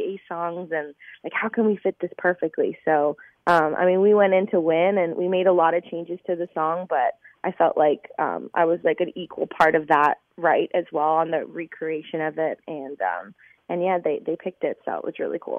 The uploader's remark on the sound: over the phone